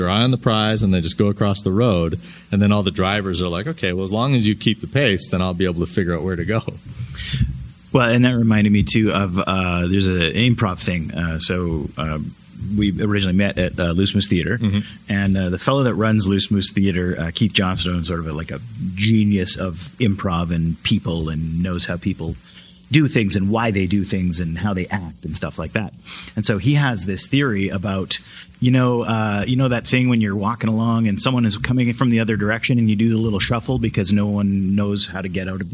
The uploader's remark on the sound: Live From Calgary Expo. We had a blast bringing you the Podcast live from the Calgary Expo this week.